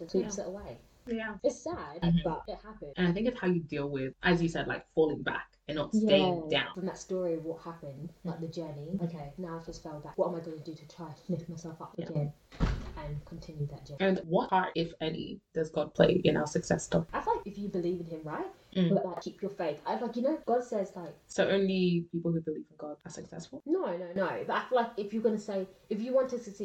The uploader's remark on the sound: We do want to sincerely apologize for the sound quality on this episode, unfortunately we experienced technical difficulties beyond or control.